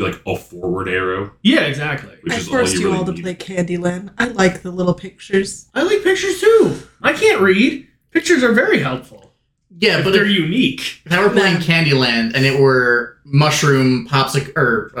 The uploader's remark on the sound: If you have difficulty with bad audio for sensory reasons, this episode may not be for you. We had to re-record the episode because our audio equipment died on us so the volume is all over the place here.